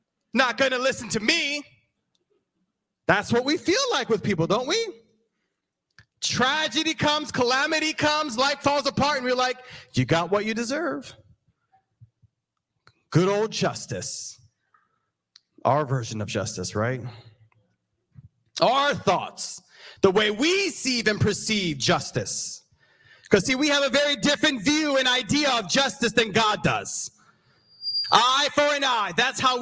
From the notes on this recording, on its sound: This sermon was recorded live on December 4th, 2022 at Newark United Pentecostal Church.